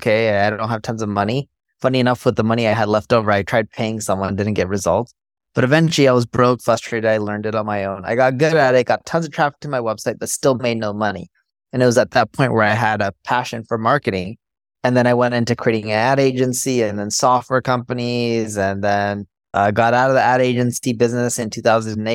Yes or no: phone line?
no